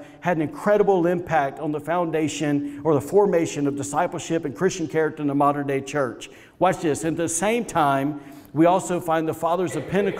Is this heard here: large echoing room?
yes